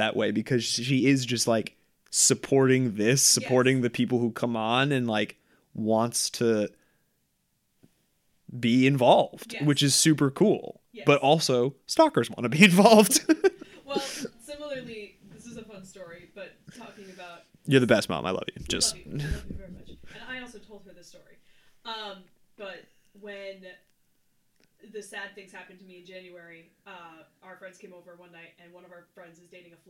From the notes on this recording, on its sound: Audio issues and off the table topics getting in the way of a typical episode.